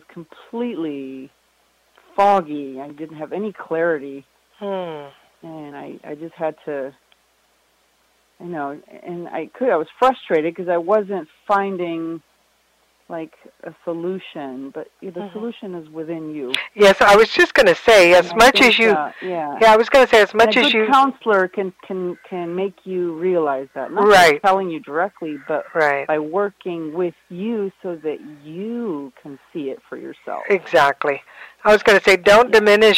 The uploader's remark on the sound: Part I is a partial interview that I conducted as host of my K57 Radio talk show. Part II of this podcast is a catch-up telephone interview.